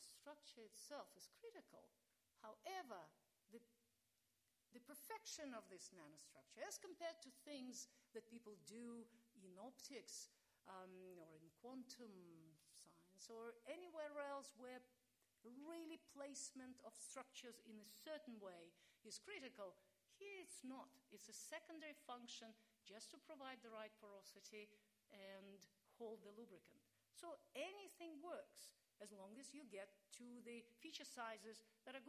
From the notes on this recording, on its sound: This lecture took place at the University of Sydney in celebration of the launch of the Australian Institute for Nanoscale Science and Technology at the University of Sydney.